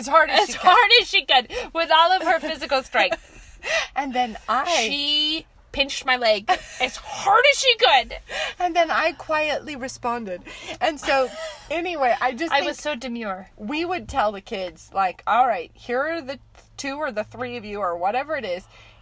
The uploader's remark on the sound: we are back in the car